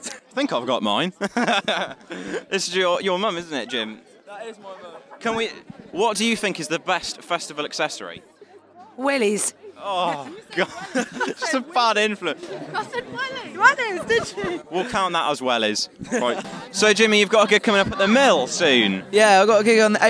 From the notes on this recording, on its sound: interviewed the crowd